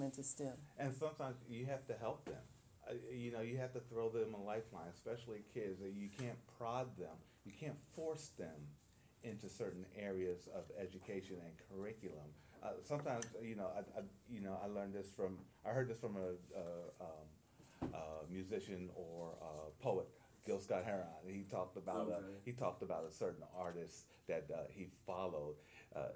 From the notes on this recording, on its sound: Live Coverage of the NSBE43 Kansas City Missouri Convention attended by 11,000 Black Engineers